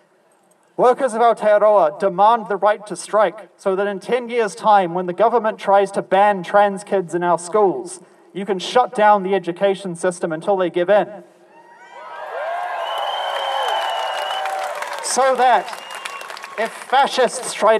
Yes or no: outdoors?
yes